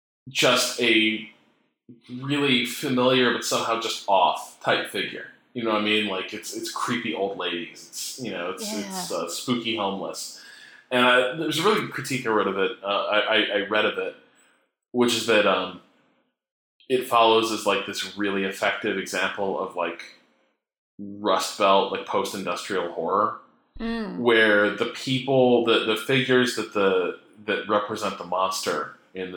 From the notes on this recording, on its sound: we had some slight mic issues this episode.